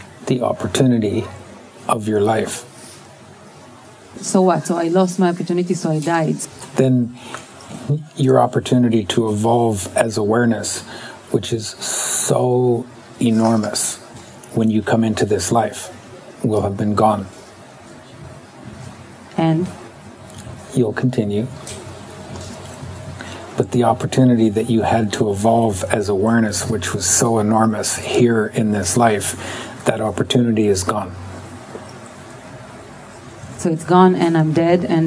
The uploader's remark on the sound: Netanya, Israel Event and Open Mic & Nordegg, Canada Open Mic